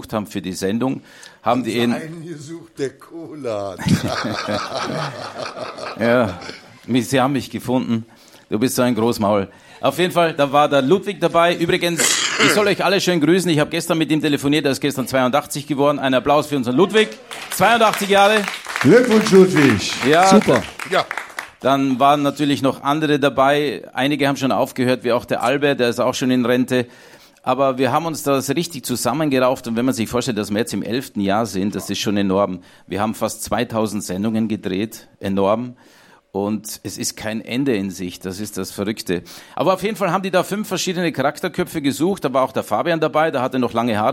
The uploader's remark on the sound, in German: Live mit Publikum und Gästen. Wir haben uns getraut den Podcast vor Publikum aufzunehmen. Waren wir im Theater im Walzwerk um vor Publikum unseren 80€ Waldi Talk aufzunehmen. Im Theater im Walzwerk in Pulheim.